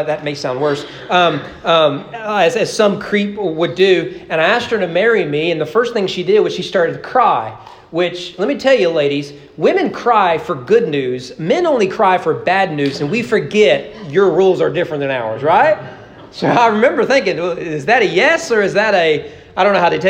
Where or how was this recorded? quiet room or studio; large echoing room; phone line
large echoing room